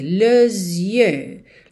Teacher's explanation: aí junta nesse S com som de Z